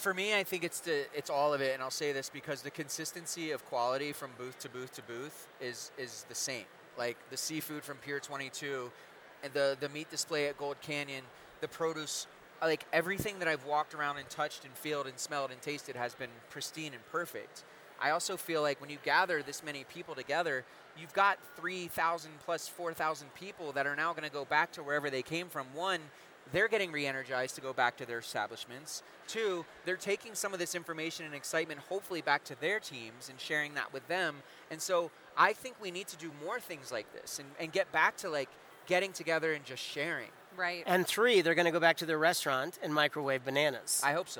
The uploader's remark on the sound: Live from The Shamrock Foods EXPO